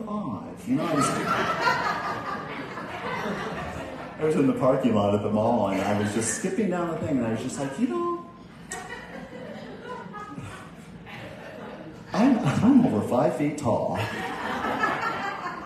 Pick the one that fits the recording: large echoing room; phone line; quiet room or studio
large echoing room